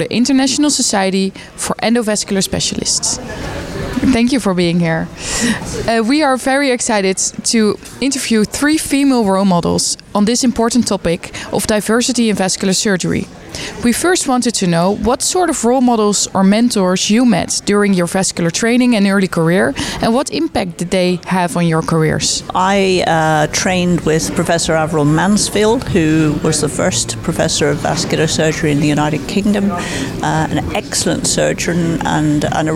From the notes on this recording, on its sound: One of our last live recorded podcasts from #ESVS2023 Annual Meeting in Belfast has been very special to our team.